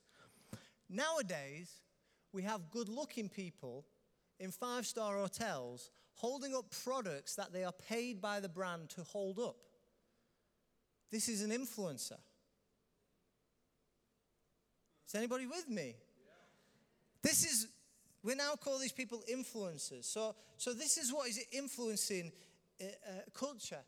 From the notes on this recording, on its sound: Recorded live at Life Church on Sunday 16th June 2019